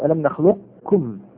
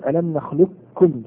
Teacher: تشدد الكاف وتختفي القاف بالكلية · Shown in: second take · Term: إدغام الكامل